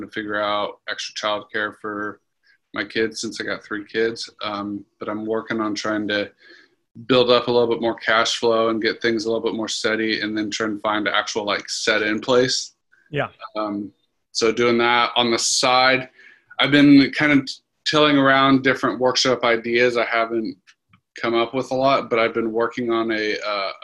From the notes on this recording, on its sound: Today's episode is a clip from a call in our Clinical Rainmaker coaching group.